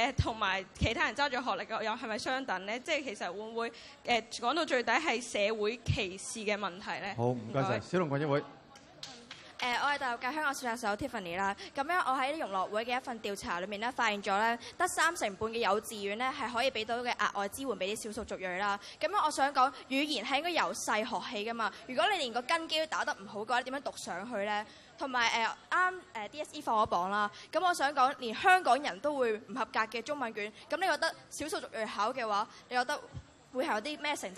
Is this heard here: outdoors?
yes